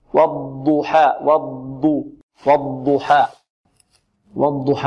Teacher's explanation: والضاد فيها ماذا؟ صفة الاستطالة، وهي من حروف التفخيم كذلك